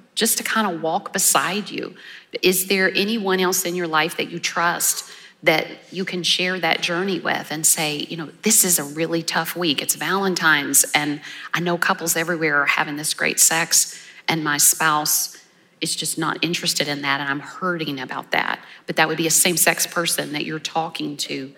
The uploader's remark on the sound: In this special Live Q&A episode from Reclaim 2022